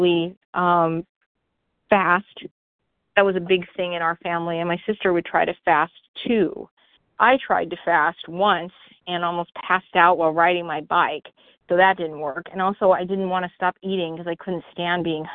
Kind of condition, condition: link, phone line